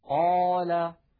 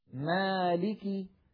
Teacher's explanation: الألف الأولى مفخمة لأن قبلها قاف مفخمة والألف الثانية مرققة لأن قبلها ميما مرققة